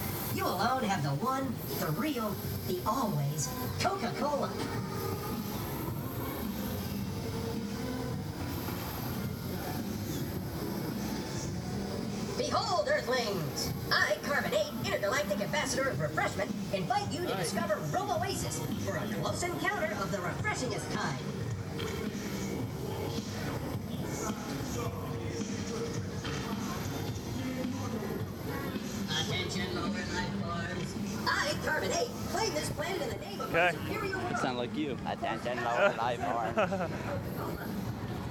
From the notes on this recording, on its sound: On this week's show we play audio from the Universal Studios Florida theme park. Listen as you hear us walk the park as we journey from attraction to attraction.